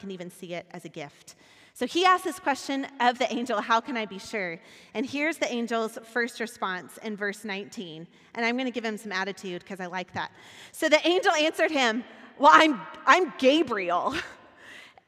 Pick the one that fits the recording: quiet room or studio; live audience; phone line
live audience